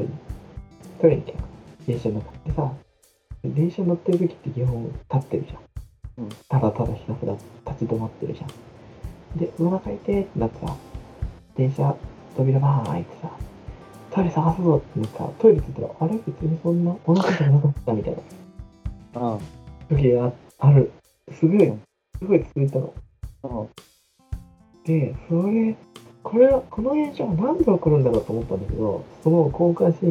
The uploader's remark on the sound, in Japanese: 設定ミスで音質が著しく悪いです。聴きにくいですがご理解のほどお願いいたします